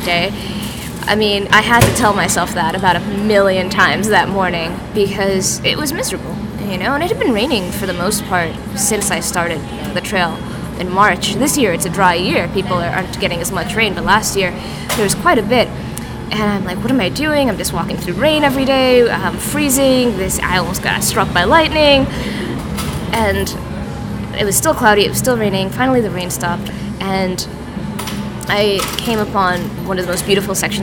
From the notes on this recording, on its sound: Was recorded in a coffee shop in Oakland, California. Sorry about all the ambient noise.